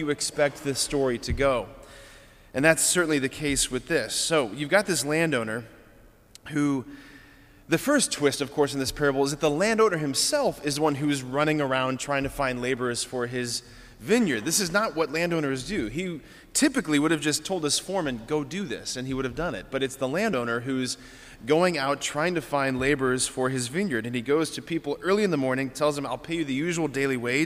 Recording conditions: large echoing room